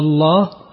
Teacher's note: إبدال همزة الوصل ألفا مع المد المشبع